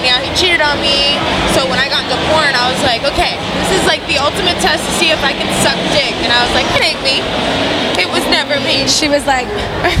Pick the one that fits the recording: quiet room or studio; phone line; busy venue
busy venue